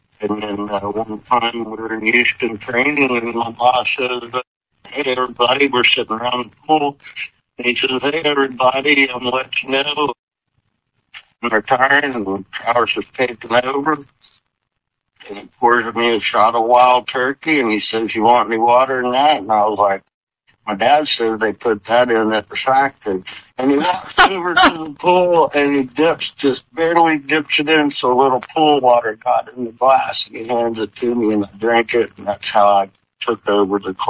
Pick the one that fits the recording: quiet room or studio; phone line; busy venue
phone line